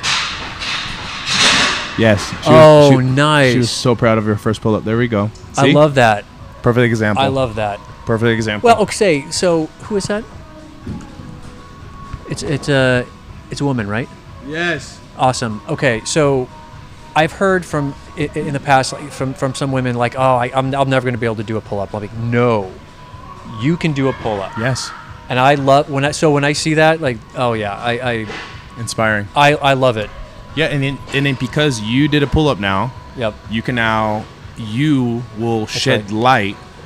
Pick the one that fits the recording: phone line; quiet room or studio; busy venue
busy venue